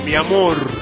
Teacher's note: Con la R aspirada, mi amor.